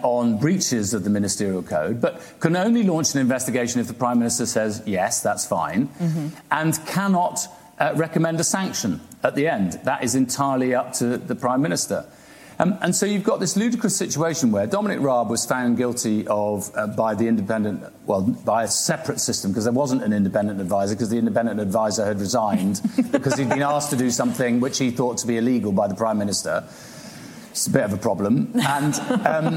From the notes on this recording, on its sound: This conversation was recorded at the winter Cambridge Literary festival in December